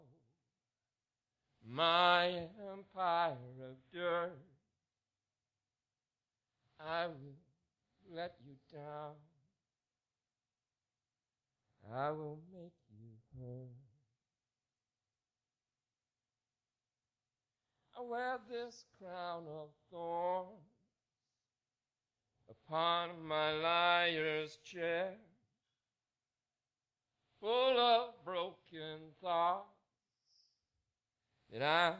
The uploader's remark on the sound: We are back at the Cherry Bean on Oldtown Salinas for another night of open mic. Once again random strangers show up to exhibit their talent during the monthly First Fridays Art Walk.